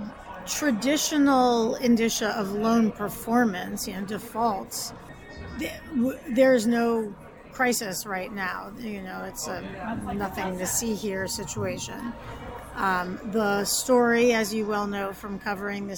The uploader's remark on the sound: We feature interviews with several attendees of the NRMLA Annual Meeting and Expo recorded on-site during the event.